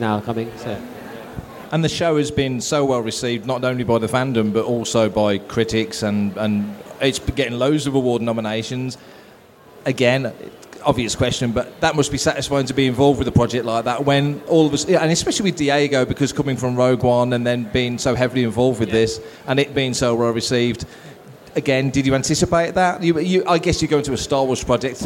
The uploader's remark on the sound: Making Tracks LIVE at London Film and Comic Con 2023. Fantha Tracks returned to the Star Wars Zone at London Film and Comic Con for the fourth time and recorded four episodes of Making Tracks LIVE across the weekend.